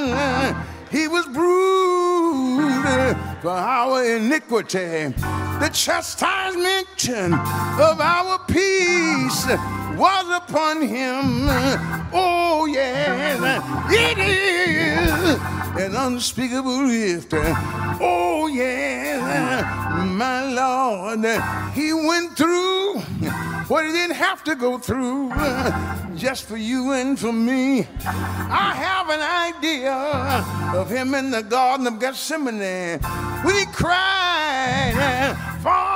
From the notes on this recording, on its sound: Recoded live at Lilly Grove Missionary Baptist Church in Houston, TX.